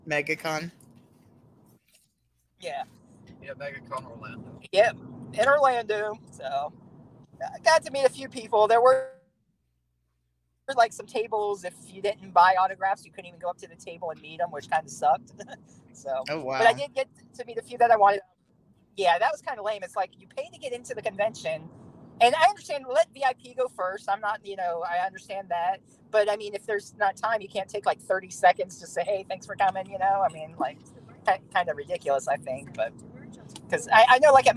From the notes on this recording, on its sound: Was in a car on the highway (not driving) during a storm coming home from a con. Audio is kinda bad I tried to catch all times he wasn't talking.